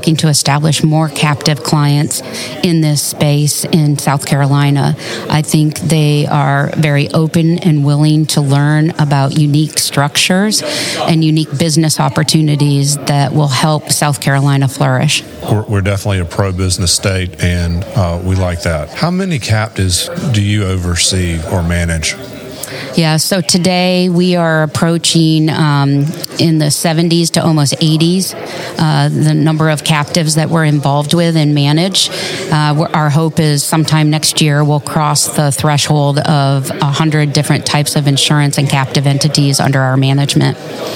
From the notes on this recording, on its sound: Recorded live at the 2022 South Carolina Captive Insurance Association annual meeting.